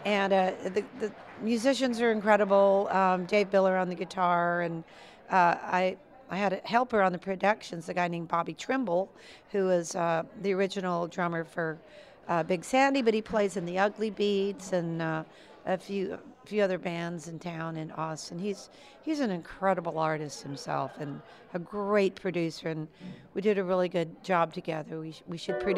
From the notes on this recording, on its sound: Live from the 5th annual Ameripolitan Awards in Memphis